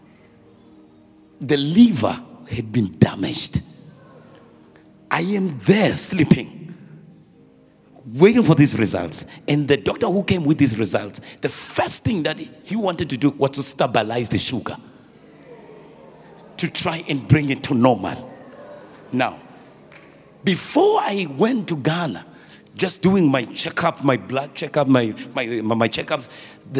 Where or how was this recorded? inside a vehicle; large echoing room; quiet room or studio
large echoing room